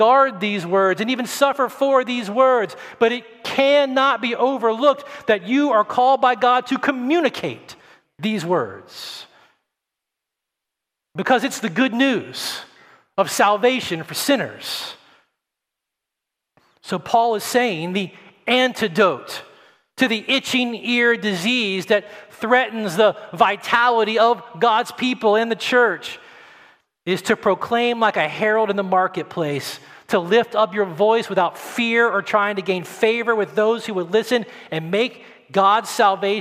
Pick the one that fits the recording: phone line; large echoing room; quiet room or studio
large echoing room